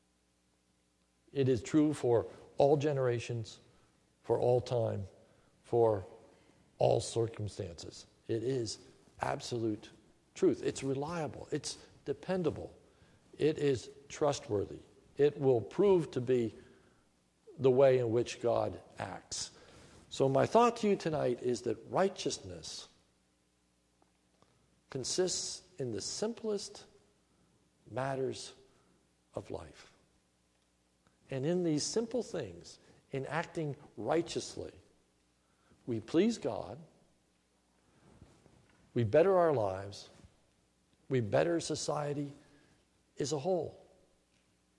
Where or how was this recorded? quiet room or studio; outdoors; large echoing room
large echoing room